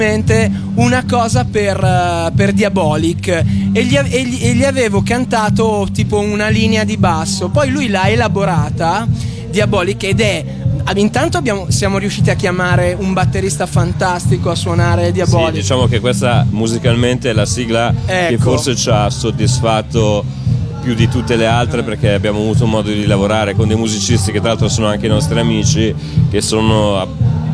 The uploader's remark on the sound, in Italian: Direttamente da Lucca Comics & Games 2011